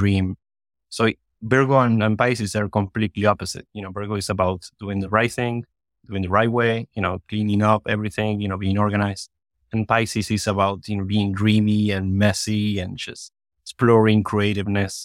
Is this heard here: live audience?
no